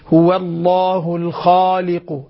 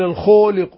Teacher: الصواب أن أفخم مع بقاء الفم مفتوحا · Shown in: first take